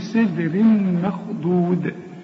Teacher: الدال هنا خد بالك لازم ترقق أحسن تطلع معاك ضاد